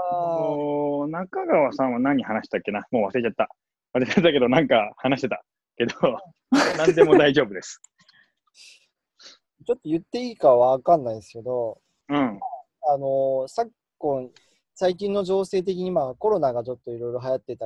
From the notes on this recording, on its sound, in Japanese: オンラインで録音しているので、音がちょっと途切れることがあるかもしれませんが、ご容赦ください。